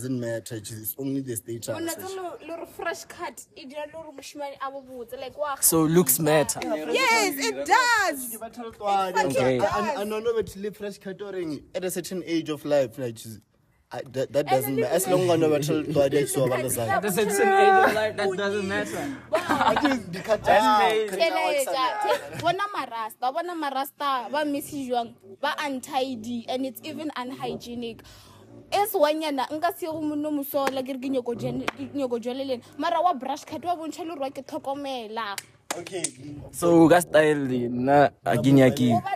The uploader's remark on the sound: Shot this outside so there’s no video rn.